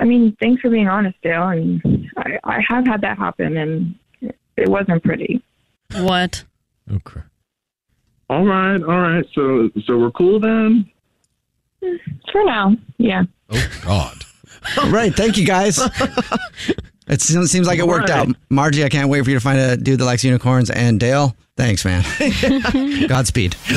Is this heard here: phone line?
yes